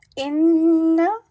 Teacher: the noon will have the most complete gunna of two haraka long. Inna, do not extend the na a lot because there is only haraka.